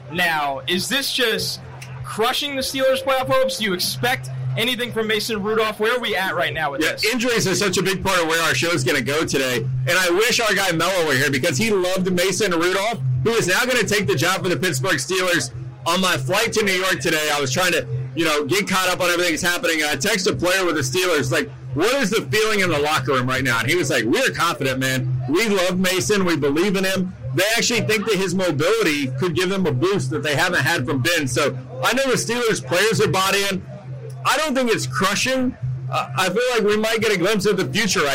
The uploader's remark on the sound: Live From MNF At MetLife Stadium.